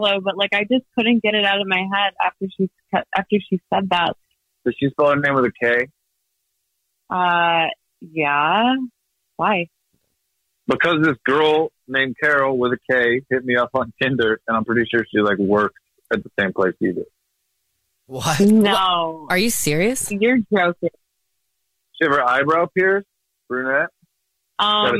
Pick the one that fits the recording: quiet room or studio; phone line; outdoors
phone line